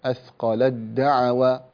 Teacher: طبعا هنا في أثقلت دعوة هذه تدغم، التاء تدغم في التاء إدغاما كاملا، إدغام متجانسين، فلا تحاول أن تنطق التاء، إدغمها كليا في الدال